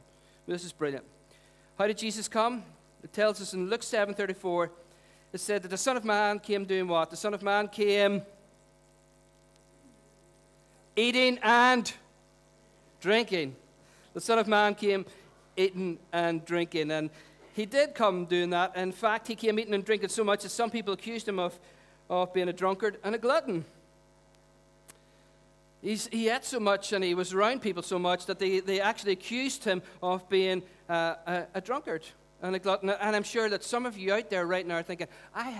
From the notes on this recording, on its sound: Recorded at our Storehouse Venue on 25th March 2018.